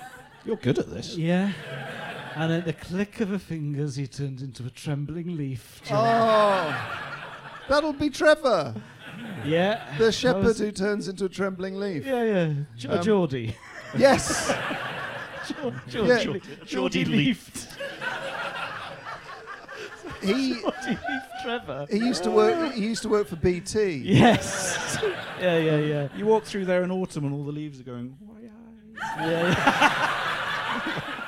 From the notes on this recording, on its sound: in front of an ACTUAL live audience